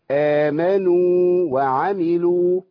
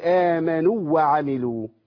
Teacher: ادي الواو المادية زمنها وافصل بينها وبين الايه الواو الثانية · Shown in: first take